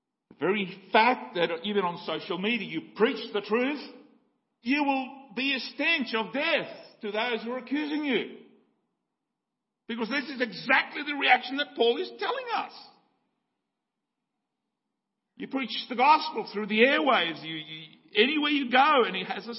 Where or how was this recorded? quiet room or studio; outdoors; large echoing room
large echoing room